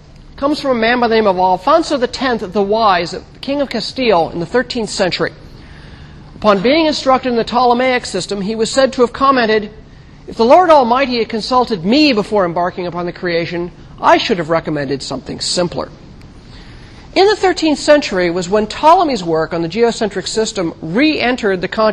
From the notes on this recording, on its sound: Recorded 2007 Oct 9 in 1000 McPherson Lab on the Columbus campus of The Ohio State University. NOTE: Due to a recorder malfunction, only the first 15 minutes of this lecture was recorded.